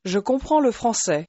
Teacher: although you're saying le français, the word le is very lightly pronounced